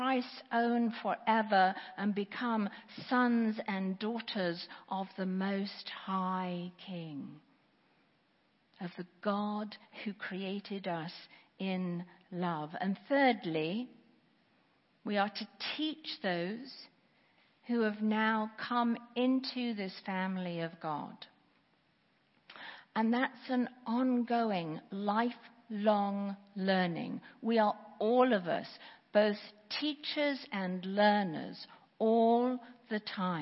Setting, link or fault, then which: setting, large echoing room